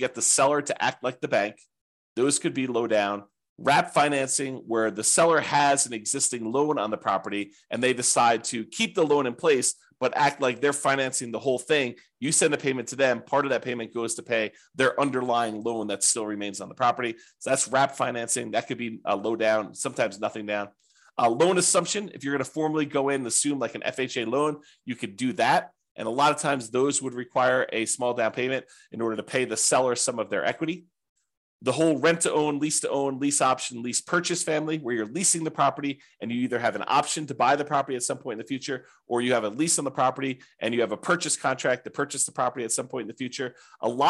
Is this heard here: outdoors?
no